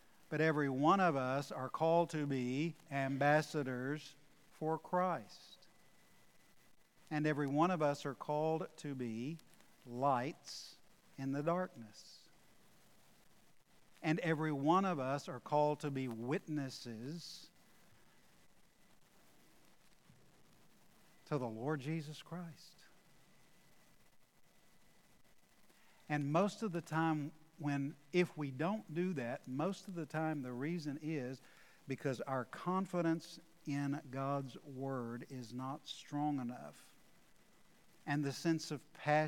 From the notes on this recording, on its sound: Recorded live at The Fellowship in Nashville on Sunday, August 8, 2021.